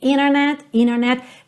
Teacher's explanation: É um pouco parecido com aquela situação que acontece, por exemplo, na palavra internet, que em inglês pode ser internet, internet. Então, você tem um T que vem logo depois de uma letra N, às vezes esse T some. Então, ao invés de dizer internet, eu digo internet, internet.